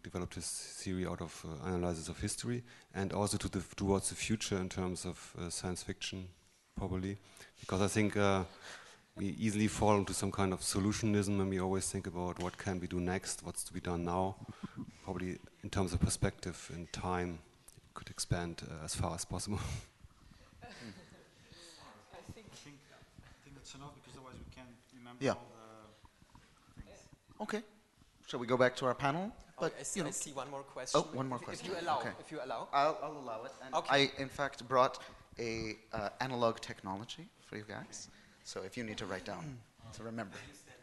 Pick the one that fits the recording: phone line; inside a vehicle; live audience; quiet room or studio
live audience